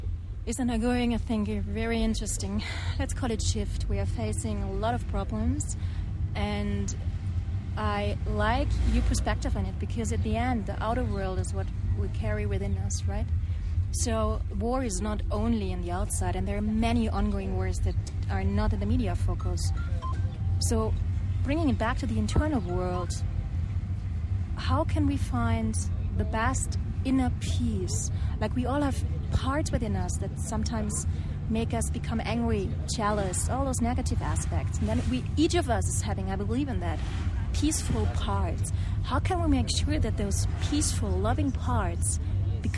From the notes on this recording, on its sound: Live from a Guatemalan chicken bus